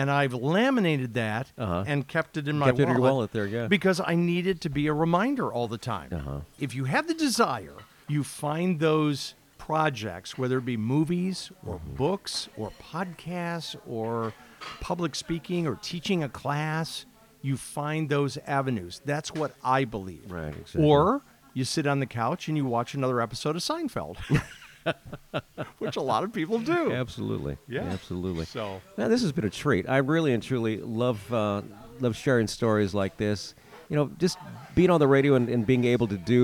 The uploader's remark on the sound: We meet at Maxim's Diner in Merrillville, Indiana on January 23, 2024. During a day filled with freezing rain driving.